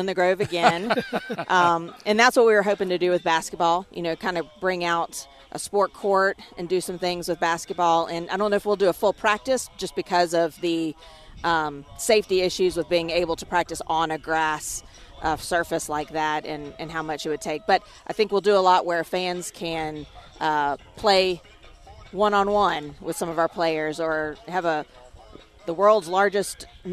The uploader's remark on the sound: live from Illini football practice